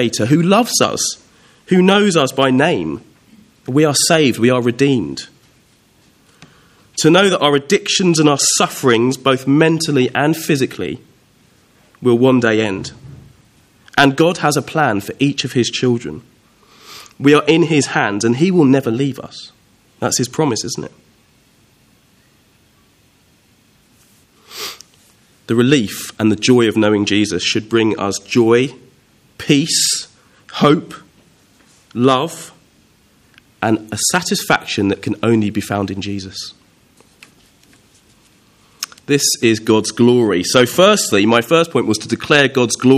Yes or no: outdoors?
no